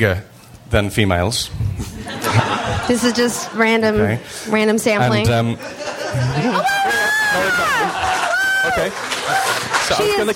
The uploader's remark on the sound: Live from Washington, DC!